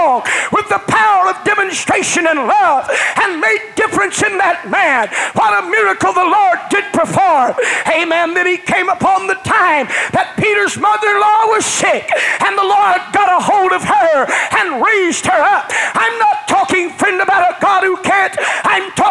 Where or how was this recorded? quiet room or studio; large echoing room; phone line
large echoing room